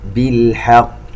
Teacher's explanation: نقلقل هذه القاف المشددة الموقوف عليها